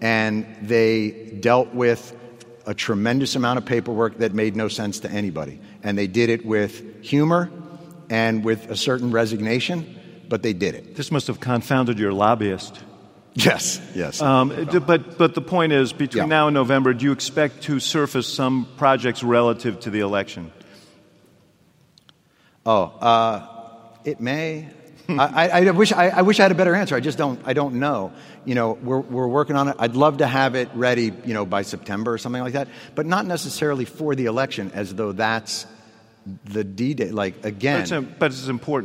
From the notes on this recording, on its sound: in Rockefeller Chapel at the University of Chicago